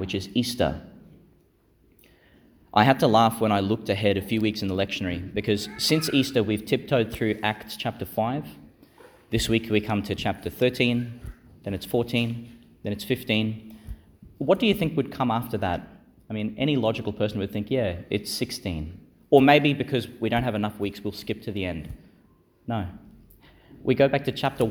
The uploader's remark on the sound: Delivered in Our Lady Star of the Sea Church, Gladstone, and St Peter Chanel Church, Miriam Vale, Qld.